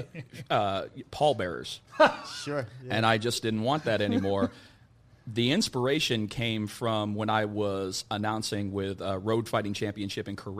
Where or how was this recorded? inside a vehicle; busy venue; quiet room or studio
busy venue